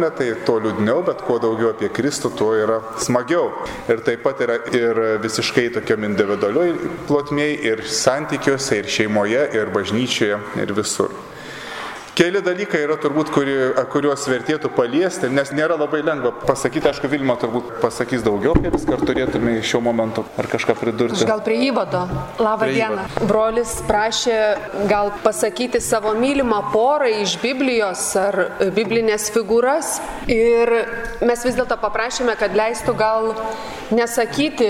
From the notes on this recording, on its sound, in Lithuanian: Įrašas iš Šeimų festivalio.